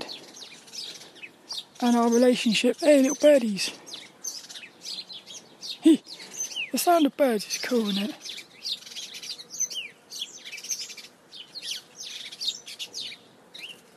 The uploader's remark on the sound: Walk and Talk. There were lots of birds out playing.